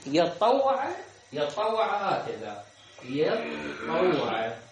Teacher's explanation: قراها بالياء والطاء المشددة وجعلوها تجديد الطاء مضارع مجزوم أما باقي القراء قالوا من تطوع